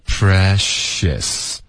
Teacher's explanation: 我送气呢是一直一致的送出来，然后我的舌头怎么动到一个嘘的音呢，还是一致连贯的